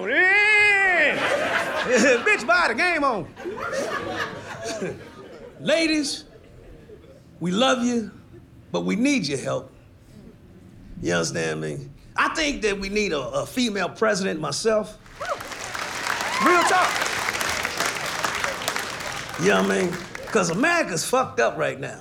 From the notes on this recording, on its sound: takes the TV viewing audience inside The Sayers Club at the historic & iconic Sahara Hotel and Casino in Las Vegas